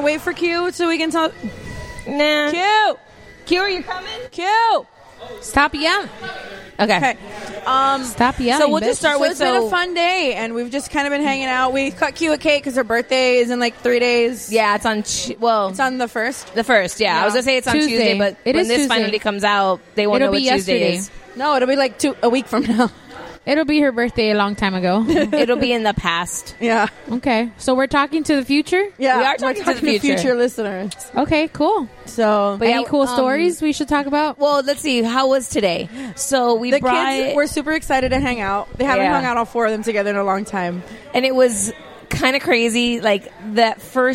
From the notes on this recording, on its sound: Record from Game Con, where we were celebrating International Table Top Games Day.